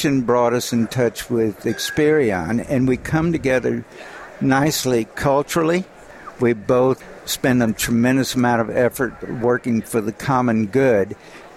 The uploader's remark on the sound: The episodes were broadcast live in Experian Health’s booth (#3503) at the The HIMSS17 Annual Conference and Exhibition. The episodes were broadcast live in Experian Health’s booth (#3503) at the The HIMSS17 Annual Conference and Exhibition.